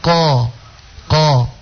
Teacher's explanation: Mau bilang qaf ya itu kan huruf tebal toh, qaf. Kita bisa menebalkannya itu ketika kita membaca qaf itu dengan baca ko, ko.